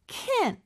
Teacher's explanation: can't 같은 경우는요, 마치 can처럼 들릴 수 있지만 약간 콧소리가 들어갑니다. can, 이렇게. 그리고 마지막 t는 잘안 들려요. 근데 끊어주는 느낌이 있어요.